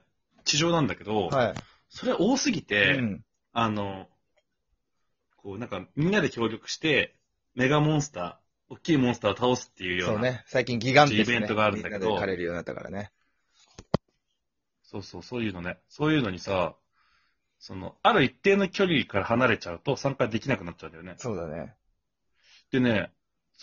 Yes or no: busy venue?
no